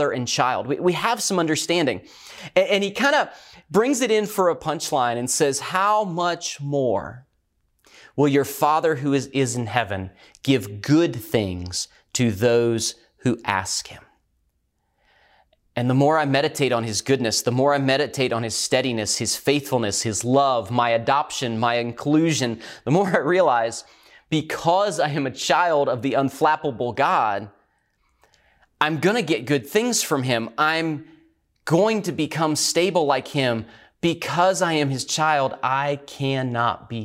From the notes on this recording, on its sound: recorded at Northlands Church on May 17, 2020